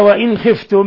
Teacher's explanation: نون ساكنة جاء بعده الخاء، إظهار حلقي